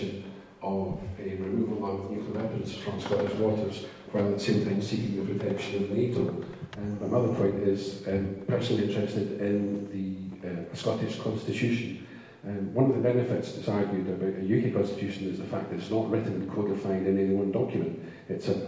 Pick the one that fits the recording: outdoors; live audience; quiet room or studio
live audience